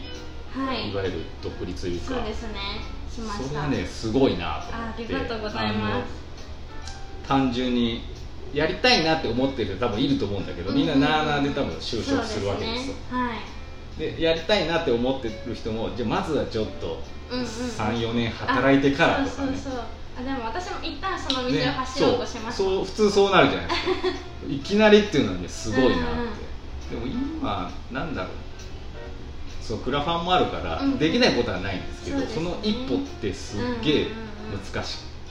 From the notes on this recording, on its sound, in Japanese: ネオ喫茶ププさんでの収録しました。